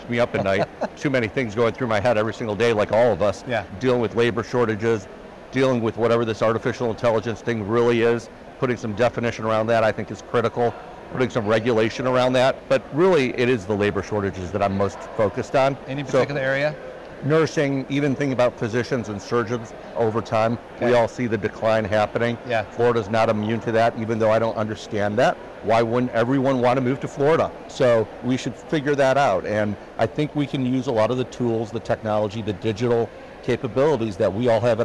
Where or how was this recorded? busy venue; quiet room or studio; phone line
busy venue